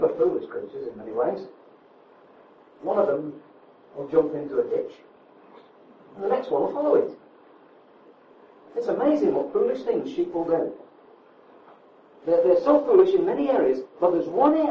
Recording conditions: poor sound quality